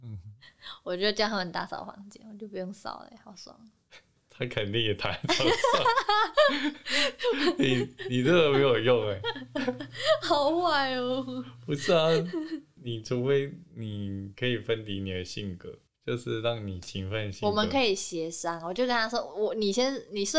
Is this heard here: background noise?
yes